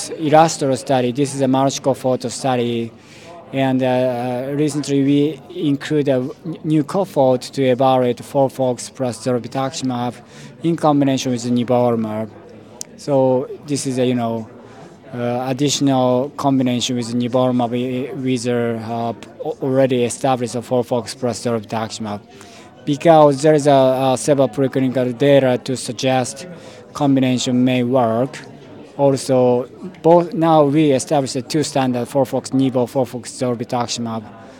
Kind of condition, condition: setting, busy venue